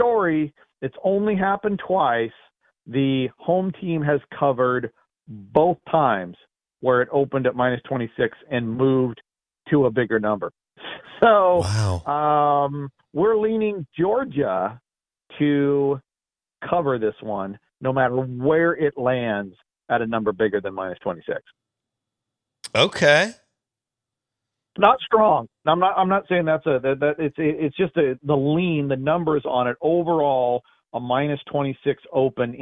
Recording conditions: phone line